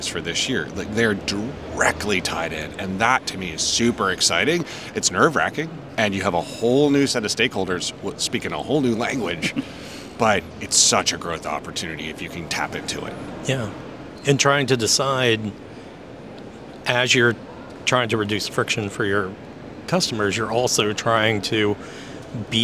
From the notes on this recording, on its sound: recorded live at the Identity Week America 2023 conference